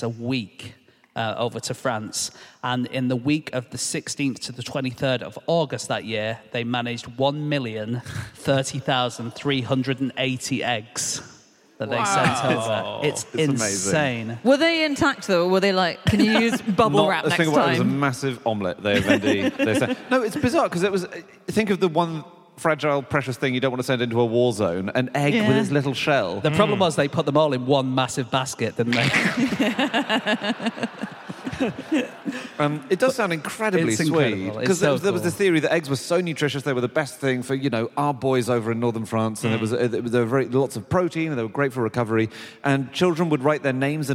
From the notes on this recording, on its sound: Live from Aberdeen.